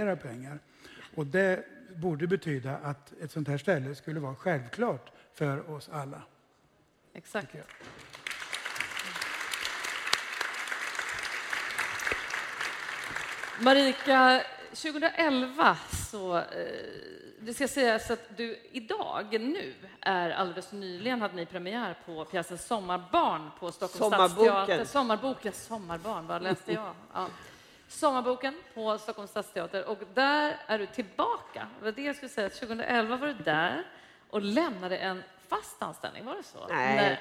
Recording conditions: live audience